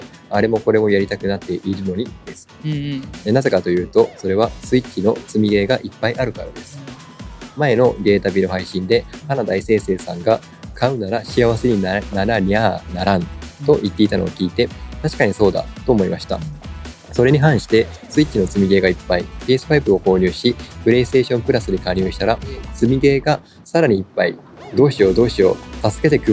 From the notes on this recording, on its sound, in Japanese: 屋外収録のため少し賑やかです。